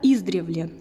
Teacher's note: многие говорят «издревле» с ударением на первый слог